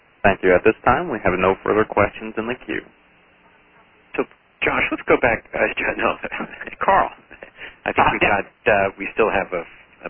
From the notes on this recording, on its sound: On-the-record teleconference. A question and answer session followed the speakers' remarks.